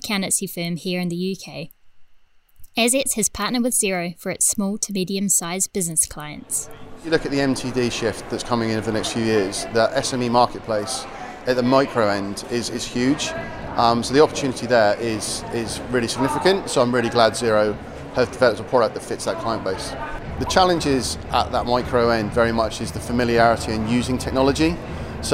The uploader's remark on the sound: This special bonus episode of Beyond Numbers is recorded live from Xerocon London 2022.